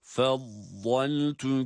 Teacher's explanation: Evet, vad harfinde istitale sıfatı sebebiyle harfi çıkarırken birazcık oradaki mahreç sesini uzatıyoruz. Bakınız, vat harfini med yaparak değil, mahreçten çıkan sesi çıkarma anında uzatıyoruz.